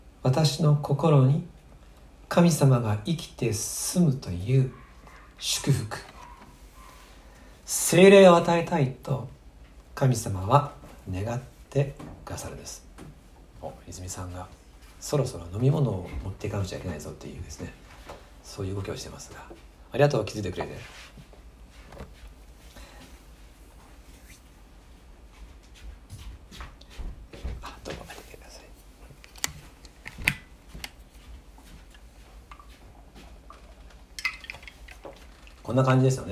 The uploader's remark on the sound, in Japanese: 2020/6/7吉備教会礼拝メッセージ録音です。